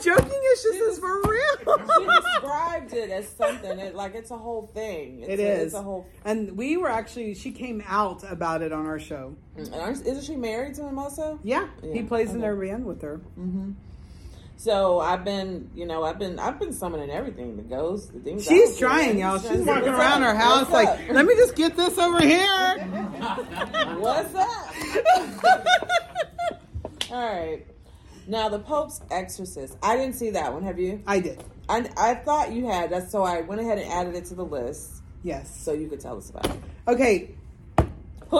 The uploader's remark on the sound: Houston Horror Film Fest 2023. We did a live show at Houston Horror Film Festival with live audience interaction.